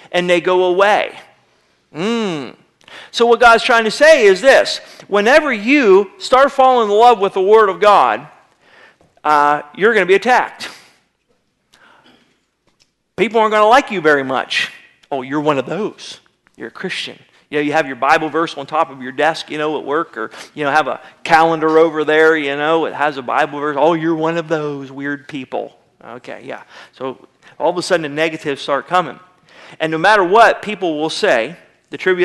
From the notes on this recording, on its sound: Sermon was recorded March 01, 2009 at Northside Baptist Church of Elkhart, Indiana